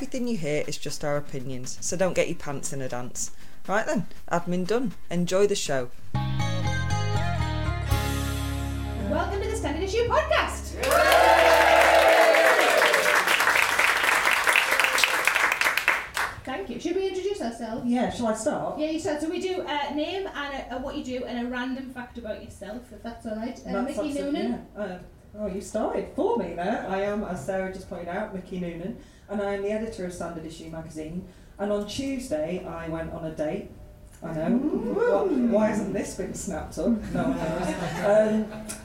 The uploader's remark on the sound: Recorded at Hen & Chickens, London, on September 19, 2017.